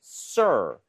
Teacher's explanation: r 발음할 때 sir, 혀의 코어가 뒤쪽으로 당겨져요